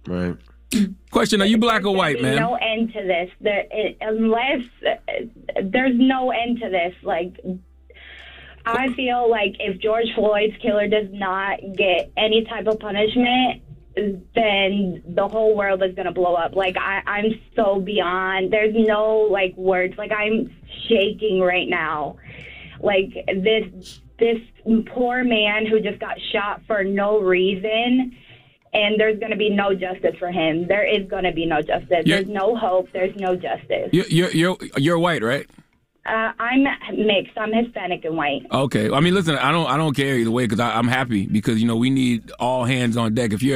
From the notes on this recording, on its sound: we opened up the phone lines